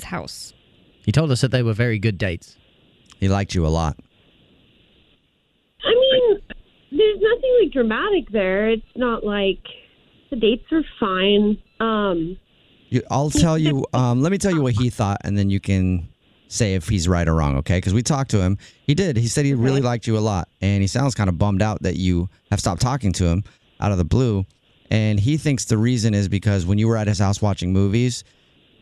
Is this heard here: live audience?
no